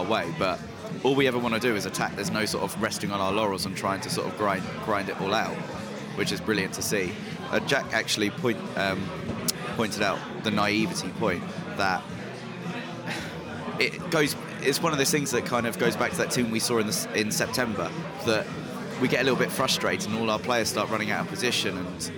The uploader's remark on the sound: live in The Jolly Gardeners pub